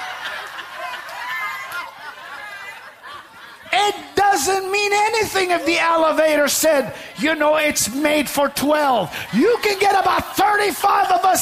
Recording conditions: large echoing room